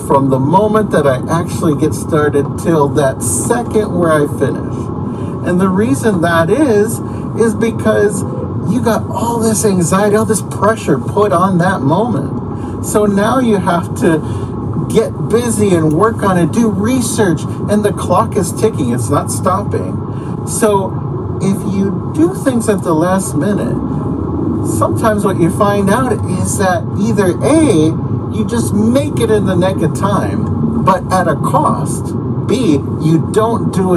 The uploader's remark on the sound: The re-recorded audio has somewhat loud background noise. Please excuse the sound as I was in my car driving to work when I did this.